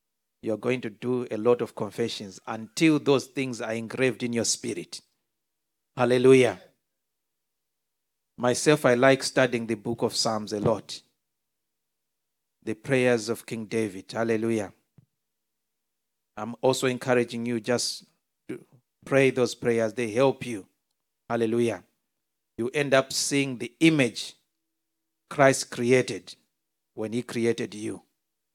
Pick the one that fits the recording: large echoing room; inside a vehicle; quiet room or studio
large echoing room